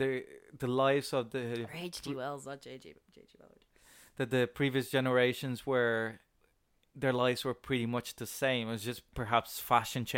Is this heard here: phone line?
no